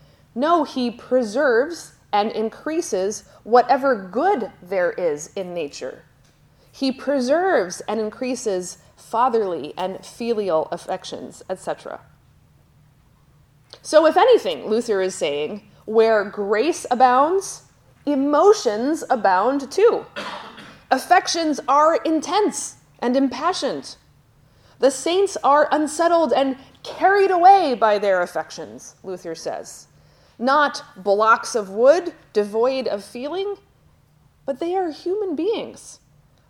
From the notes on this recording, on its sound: Lecture at Johannelund Theological School in Uppsala, Sweden, at a daylong conference on Sanctification in Lutheran Perspective.